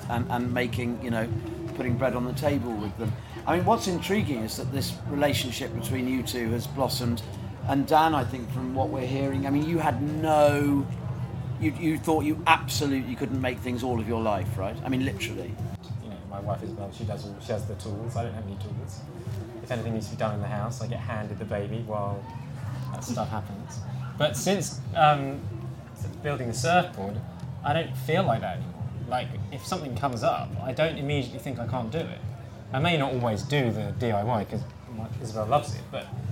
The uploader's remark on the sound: In front of a live audience at The Good Life Experience.